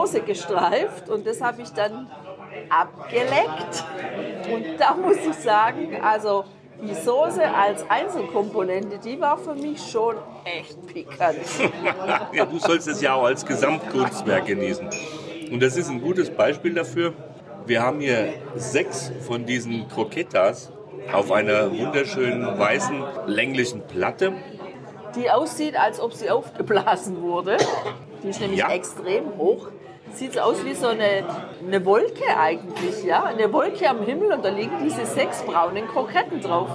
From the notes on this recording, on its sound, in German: Das Lasal in Zamora. Wir haben ein großartiges Fine Dining Tapas Erlebnis dort erleben dürfen und den Podcast live beim Essen gesprochen.